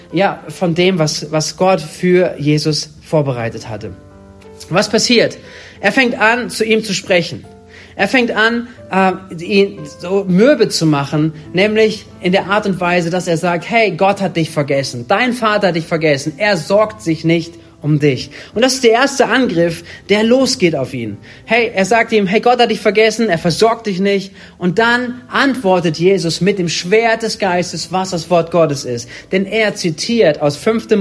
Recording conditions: large echoing room